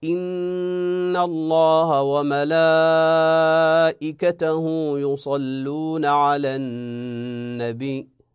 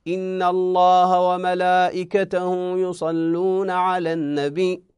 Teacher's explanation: المفروض يمد لكنه قصر المد · Shown in: first take